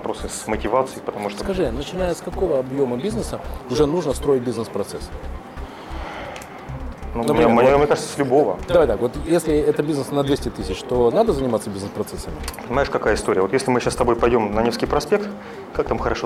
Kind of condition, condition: setting, busy venue